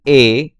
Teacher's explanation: long close mid-front unrounded vowel as A in game, not a diphthong